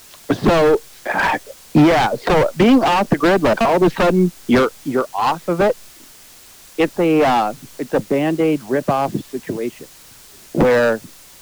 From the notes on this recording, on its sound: The guys figured out how to record real live phone caller action, just like radio.